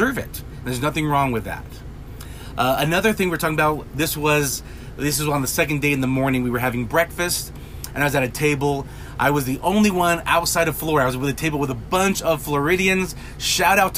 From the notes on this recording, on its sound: A few conversations I had during conference.